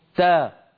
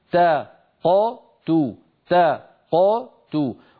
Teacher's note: تا نفتح الفم عند التاء، تا ق نقلقل القاف دون أي عمل إضافي، تو ونضم عند التاء، صارت هكذا تا ق تو، تا ق تو، ولا نقول تقتلون ولا نقول تقتلون، لا نضم التاء.